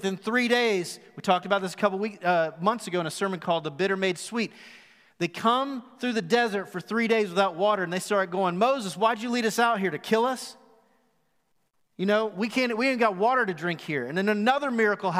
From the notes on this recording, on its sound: Recorded live at The Fellowship in Nashville